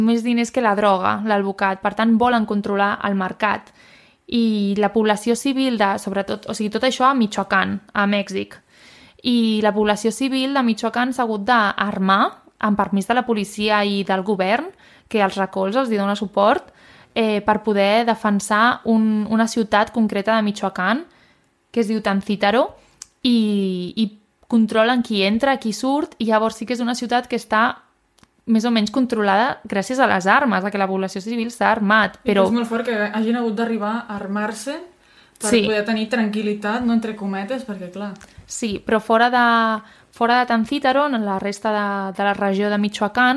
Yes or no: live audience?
no